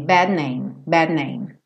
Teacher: D já se transforma num N